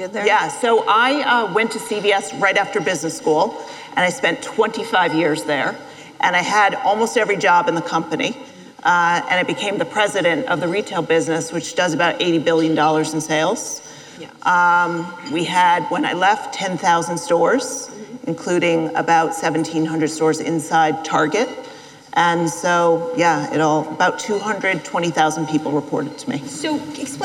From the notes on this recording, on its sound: live interview recorded at An Evening With Code Commerce in Las Vegas